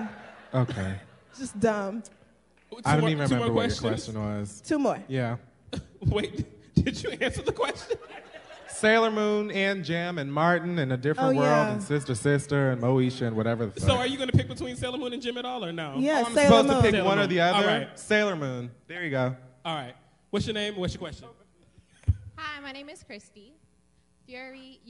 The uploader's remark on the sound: a live show from New York City